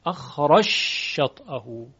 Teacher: ادغام جیم در شین هست